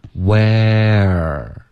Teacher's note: 从这个 a 呢，你的舌头就要降下来，往后稍微卷一点，滑到一个 r 的音 · Where 会有一个舌头的动作，导致它有一个滑动 · Term: 双元音